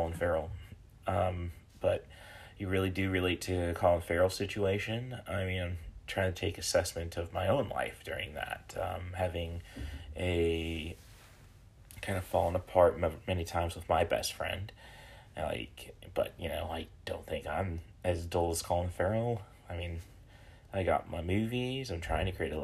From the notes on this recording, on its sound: recorded using the "Spotify for Podcasters" app